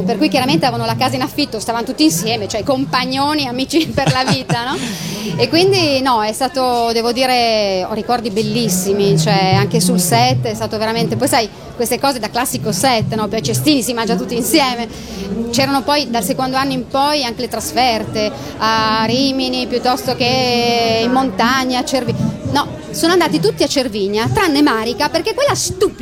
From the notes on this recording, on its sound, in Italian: Direttamente da Lucca Comics & Games 2011